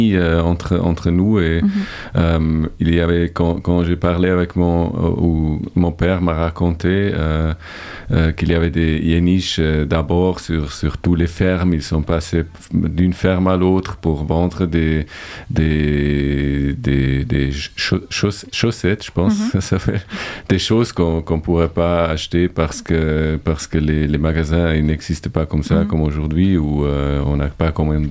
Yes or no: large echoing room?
no